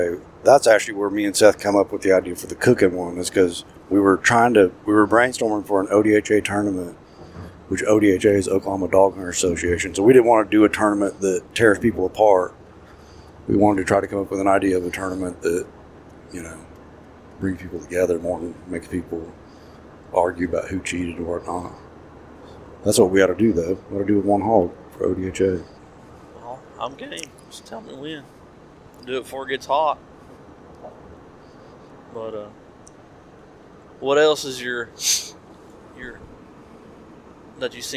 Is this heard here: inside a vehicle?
yes